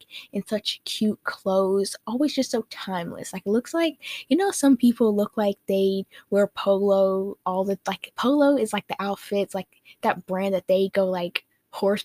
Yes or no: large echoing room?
no